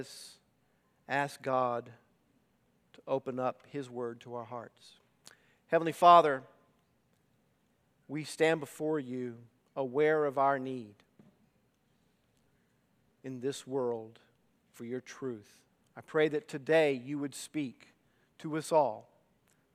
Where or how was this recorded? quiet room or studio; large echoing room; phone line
large echoing room